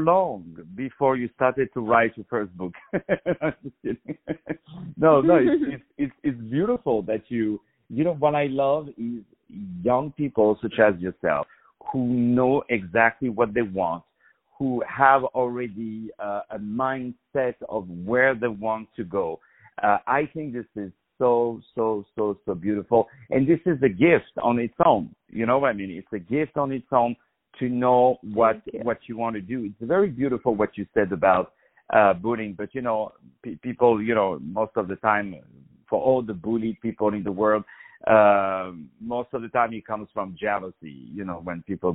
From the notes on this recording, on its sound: On the phone